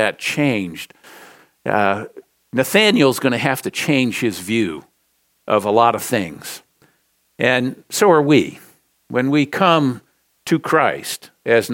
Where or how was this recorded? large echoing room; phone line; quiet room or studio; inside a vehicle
large echoing room